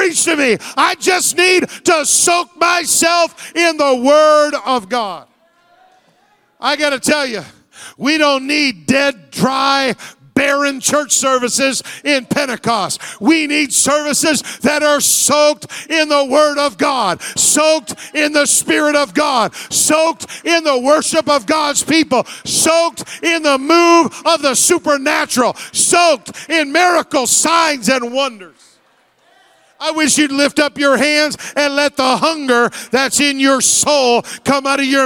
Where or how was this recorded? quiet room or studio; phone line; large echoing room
large echoing room